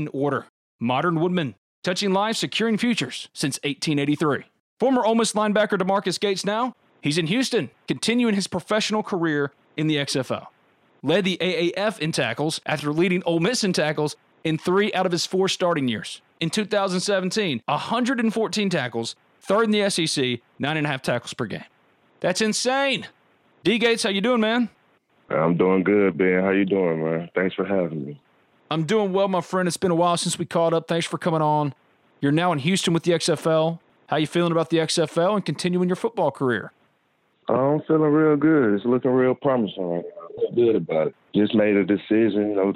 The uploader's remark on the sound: join on the Modern Woodmen phone line